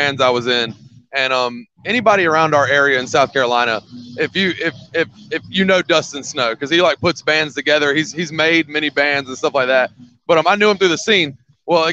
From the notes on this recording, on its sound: Michigan Metal Fest was the season 4 opener for Super Cool Radio! This interview was filmed live on location at Michigan Metal Fest in Battle Creek, Michigan on August 13th, 2022. Special thanks to Michigan Metal Fest for allowing us to film this episode and for being so accommodating while at the festival.